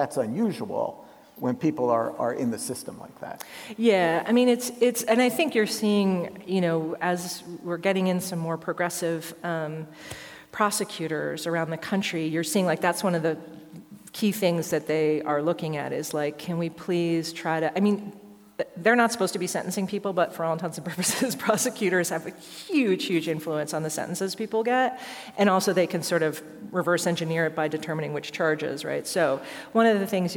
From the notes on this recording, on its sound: Recorded live at Penn State.